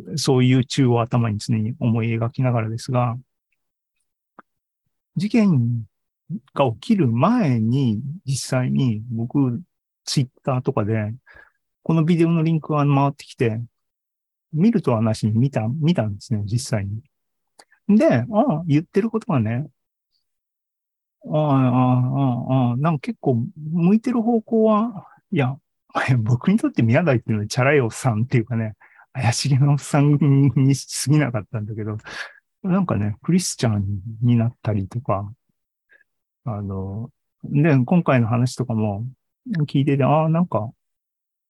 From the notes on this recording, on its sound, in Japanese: ２０２２年１２月２１日に開催した ZOOMライブの模様です